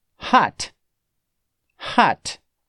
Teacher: Eu vou falar o seguinte, hot, que é como nós brasileiros falamos essa palavra. Nós criamos um i para esse t, mas ele não existe, sendo que a pronúncia é hot.